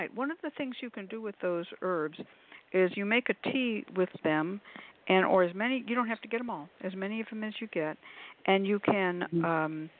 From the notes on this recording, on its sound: The Lucky Mojo Hoodoo Rootwork Hour is a real, live call-in show. Call in right when the show begins and listen via your phone.